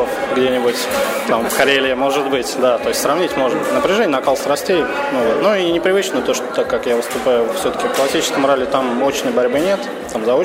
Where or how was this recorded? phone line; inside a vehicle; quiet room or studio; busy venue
busy venue